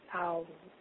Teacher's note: In Sanskrit, the O sound is spelled A-U. And it's a blending of two vowels. And it's heard like as a gliding sound.